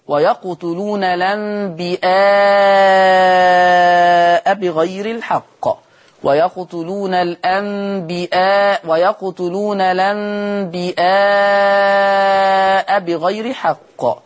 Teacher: أما لفظ الأنبياء فبالهمزة يقرأها ورش فتصير مدا متصلا